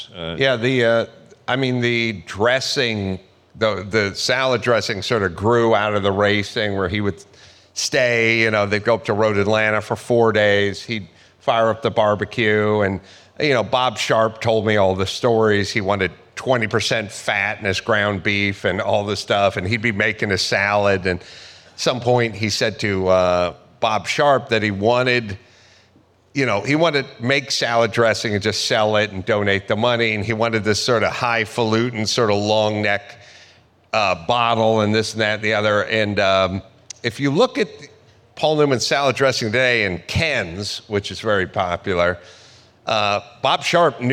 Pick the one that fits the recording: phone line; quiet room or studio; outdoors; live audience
live audience